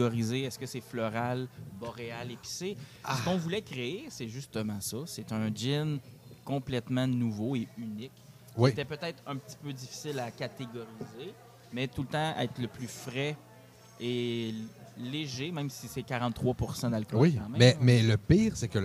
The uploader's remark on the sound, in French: En direct du tout premier GinFest Boréal